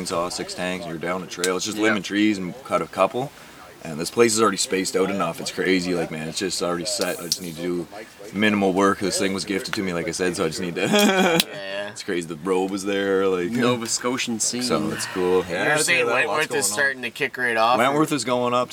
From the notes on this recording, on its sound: We're at the Sugarloaf Adrenaline festival this week.